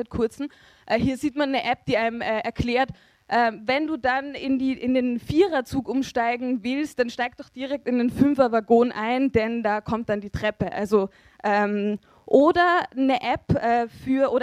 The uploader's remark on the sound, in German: Raum Schiff Erde 2013. Aufzeichung des Vortrags.